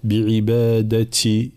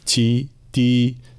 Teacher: الانتباه إلى التاء حال الكسر، لا نبالغ في الهمس · Shown in: first take · بعبادتي، لا تي تي، نفس الشيء.